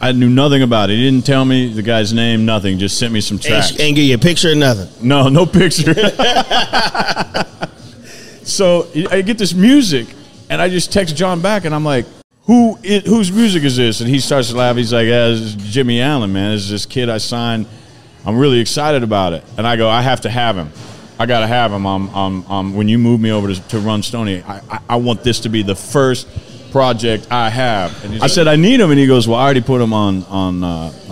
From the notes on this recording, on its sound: Recorded at Party Fowl in Nashville, TN. Recorded at Party Fowl in Nashville, TN.